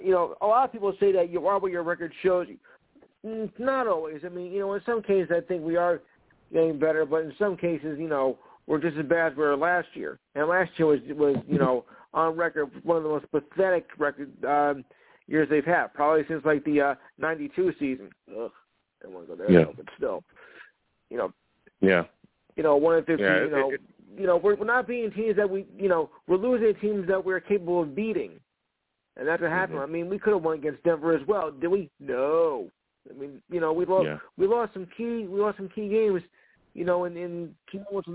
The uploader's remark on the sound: I also take live callers!